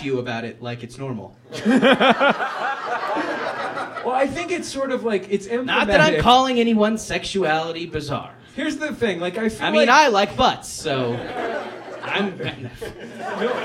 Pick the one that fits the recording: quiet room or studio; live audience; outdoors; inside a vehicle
live audience